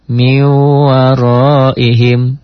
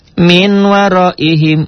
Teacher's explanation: Ditulisnya ada bunyi N-nya, dibacanya bunyi N-nya hilang. · Shown in: first take · Term: Idgham bi gunnah